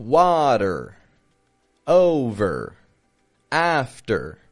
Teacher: I'm not stretching it out like a strong R, but it's a quick, flat, quiet, and fading What we call a schwa R.